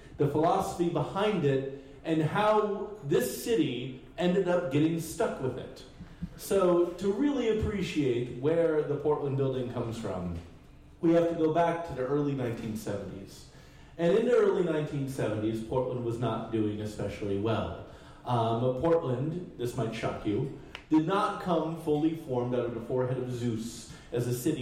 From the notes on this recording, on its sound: Live at the Jack London Bar. Stumptown Stories meets on the second Tuesday of every month at downtown Portland’s Jack London Bar.